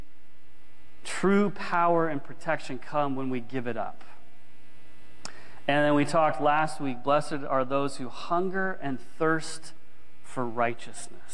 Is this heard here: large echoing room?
yes